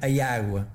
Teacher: É muito frequente inserir um i entre dois as seguidos, sendo o segundo um a aberto, tónico. · Term: inserção de um i